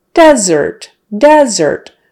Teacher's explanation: But the noun is with the syllable stress on the first syllable. Desert, desert, short E, desert.